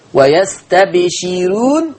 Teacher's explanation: رققوا الراء لأن الراء مضمومة ومسبوقة بكسر · Term: ترقيق الراء